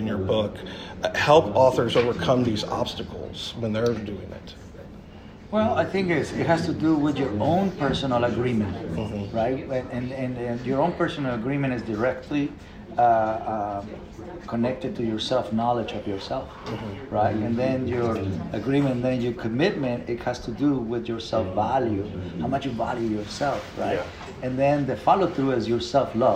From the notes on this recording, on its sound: I sit down LIVE from VEECON